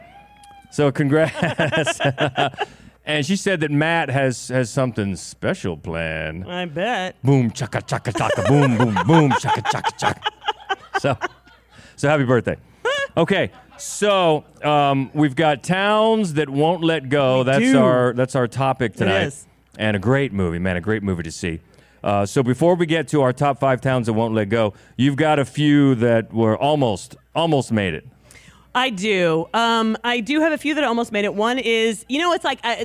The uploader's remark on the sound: We're back in front of a great live crowd